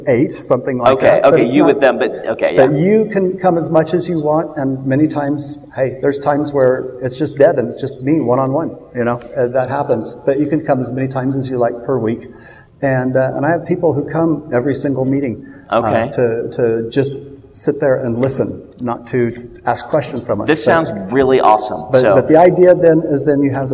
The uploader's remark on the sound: along with a live audience at Westercon 67